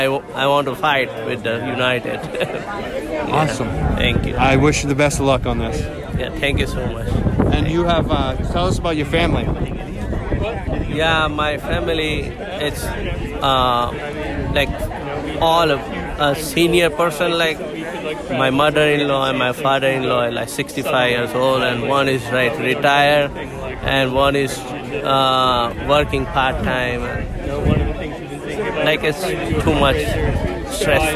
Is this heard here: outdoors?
yes